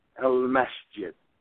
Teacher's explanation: If I want to say the masjid, I would say el masjidu. But instead of uttering the dhamma that is there grammatically, I just simply say el masjid.